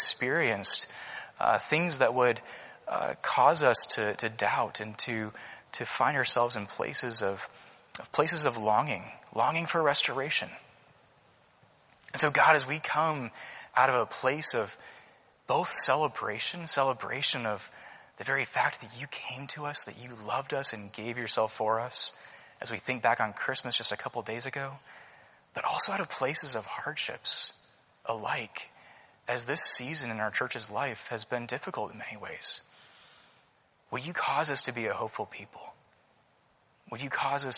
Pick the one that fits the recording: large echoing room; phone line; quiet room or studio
large echoing room